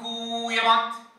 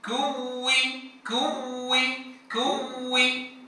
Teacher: الأمر الأول أن نأتي بالنبر لبيان تشديد الواو · Shown in: second take